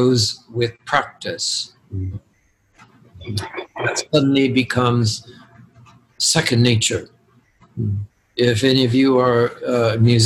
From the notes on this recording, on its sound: Two questions from Invitation Podcast listeners who joined in to our zoom conversation.